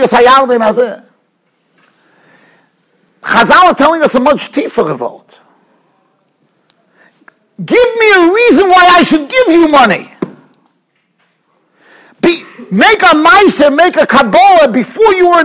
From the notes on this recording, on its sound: Shiur recorded in Yeshivas Ohr Reuven, Monsey, NY.